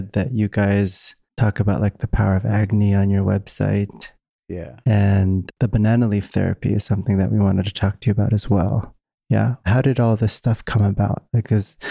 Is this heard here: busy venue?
no